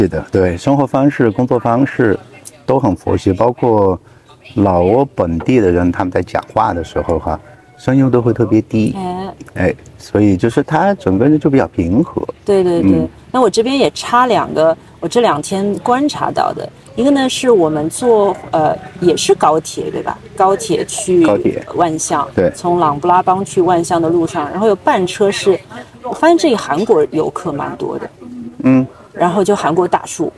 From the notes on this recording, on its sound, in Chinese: 这是《稚园稚造》第一次在户外聊天，大疆“小蜜蜂”收音效果有限，但主体声音还是清楚的。背景里有咖啡机研磨的声音，有周边三三两两的聊天，也有山脚下湄公河上突突驶过的大小游船。所有的声音在收音器材中都被同比放大了。